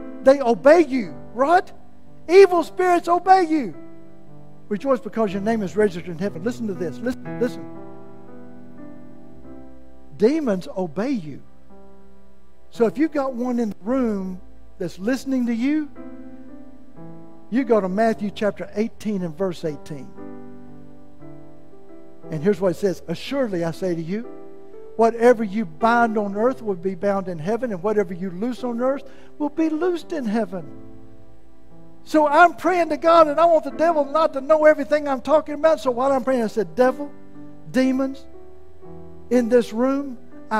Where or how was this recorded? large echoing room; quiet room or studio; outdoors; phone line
large echoing room